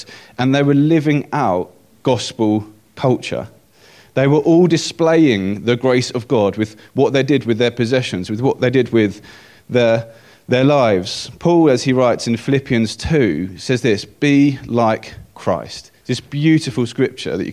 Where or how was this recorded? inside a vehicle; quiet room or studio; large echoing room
large echoing room